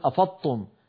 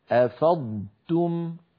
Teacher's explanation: فعلينا أن ننطق ضادا صحيحة ساكنة ونتبعها بتاء مضمومة مرققة · Shown in: second take